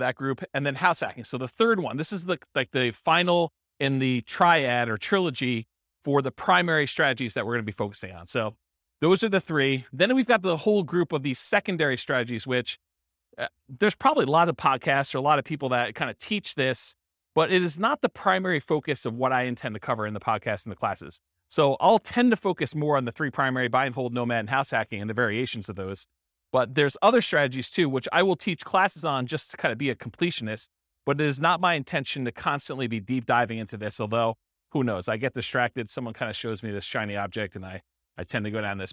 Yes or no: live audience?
yes